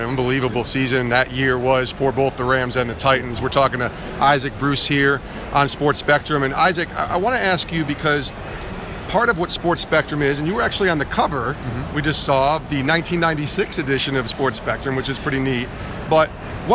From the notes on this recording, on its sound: live from Super Bowl LII in Minneapolis